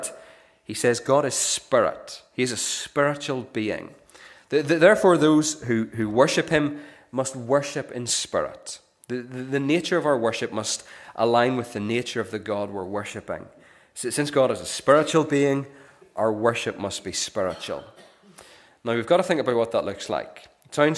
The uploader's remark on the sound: This is the recording of the Bible reading and sermon from our morning service on Sunday 3rd September 2023.